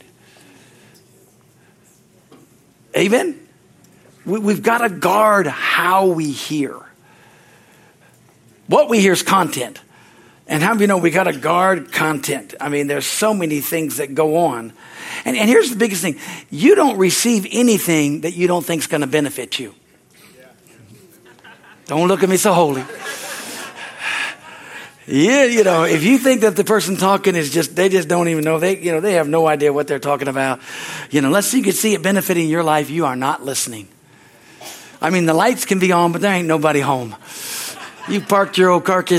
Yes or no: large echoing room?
yes